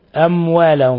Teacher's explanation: ميم ساكنة جاء بعدها حرف الواو، الحكم التجويدي إظهار شفوي، أموالهم في كلمة، في نفس الكلمة.